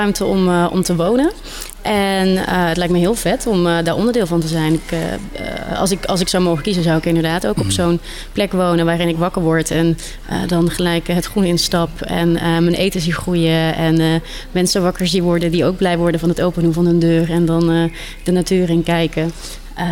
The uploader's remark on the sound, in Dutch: Opname: 1 november 2022, tijdens de nationale Klimaatweek in de Stadskas, in de LocHal in Tilburg. Tijdens de nationale Klimaatweek in de Stadskas, in de LocHal in Tilburg.